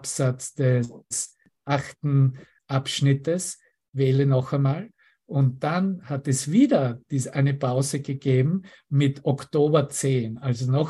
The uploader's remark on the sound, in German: Zoom-Session. Veranstaltet von der Aleph Akademie.